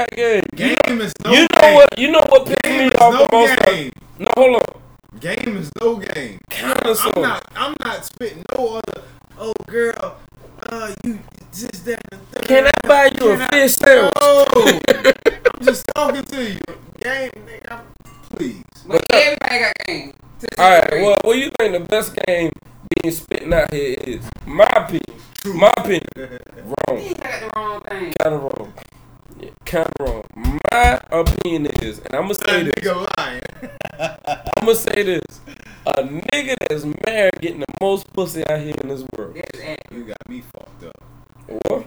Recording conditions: poor sound quality